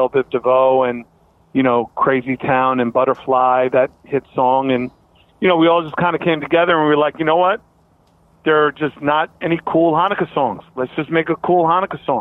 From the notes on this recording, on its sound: Another episode of Van Life recorded on the road.